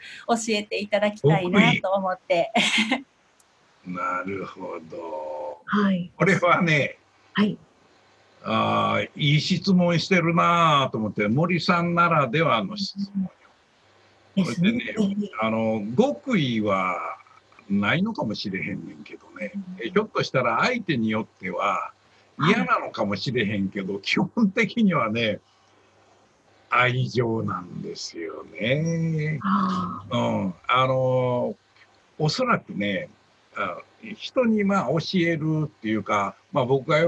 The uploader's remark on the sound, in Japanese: ようは会ラジオは、今回もZoom収録。